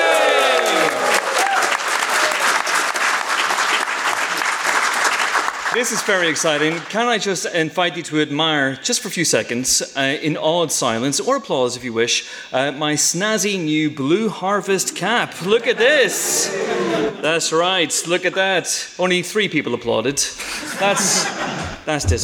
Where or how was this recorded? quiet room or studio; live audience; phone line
live audience